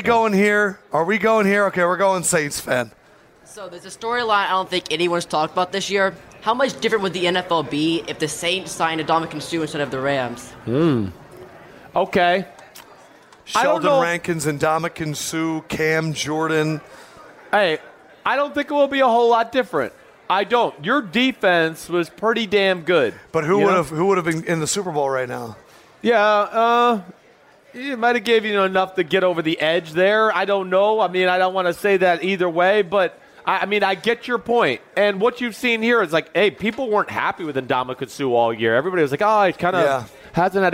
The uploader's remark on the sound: Super Bowl Live. It's the final day of our live shows from Dantanna's!